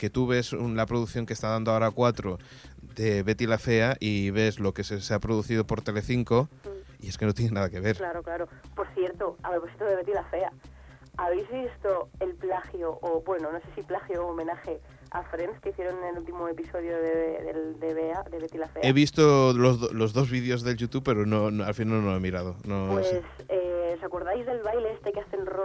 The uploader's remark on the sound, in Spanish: Sonido telefónico. Hoy volvemos a tener problemas con el Skype y decidimos hablar de la forma más tradicional que sabemos.